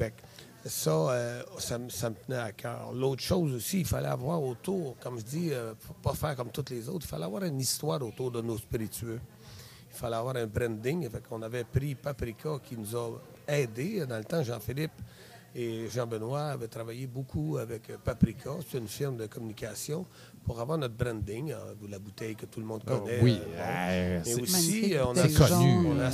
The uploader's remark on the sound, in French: En direct du tout premier GinFest Boréal